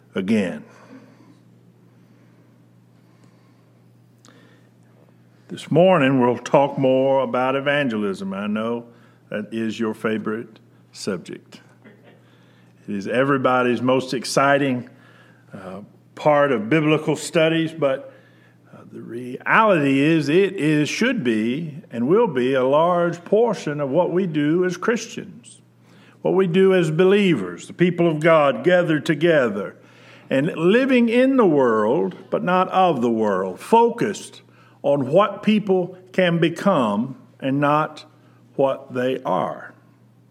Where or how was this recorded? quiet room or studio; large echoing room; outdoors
large echoing room